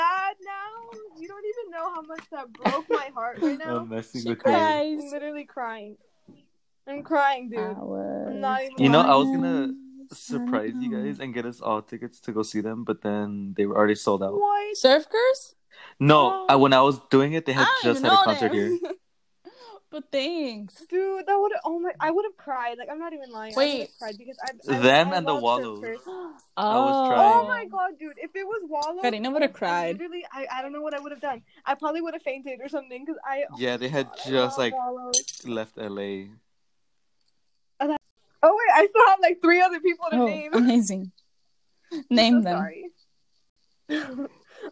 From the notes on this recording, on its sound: It’s a sucky the app I use to “run” this podcast. Heads up the audio is also a mess.